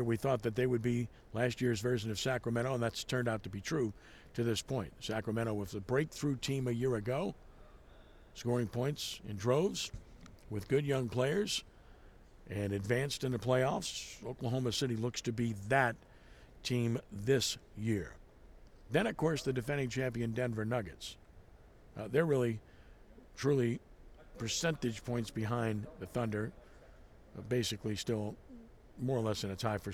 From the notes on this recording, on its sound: live at The 13th annual Allstate Sugar Bowl National Prep Basketball Classic